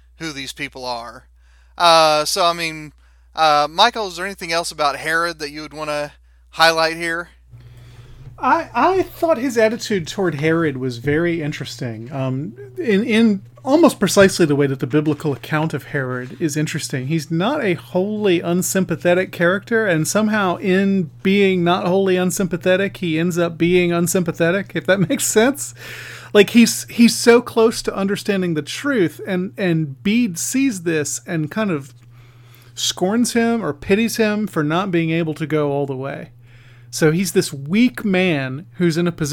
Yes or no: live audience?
no